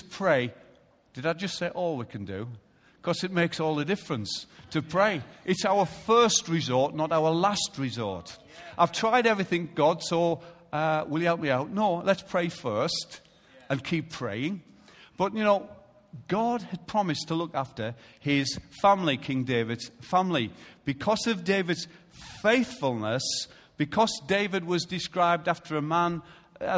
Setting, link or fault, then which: setting, large echoing room